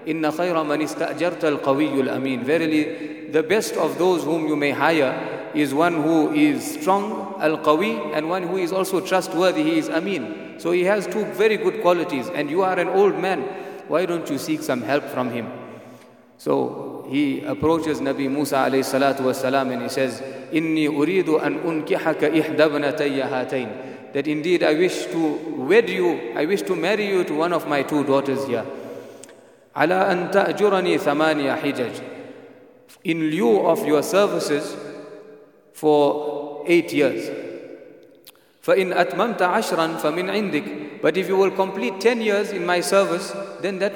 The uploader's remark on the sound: at the Houghton Masjid (West Street)